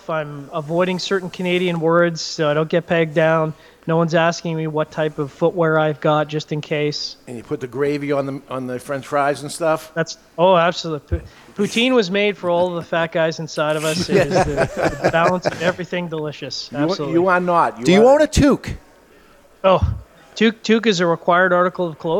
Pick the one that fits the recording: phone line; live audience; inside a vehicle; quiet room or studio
live audience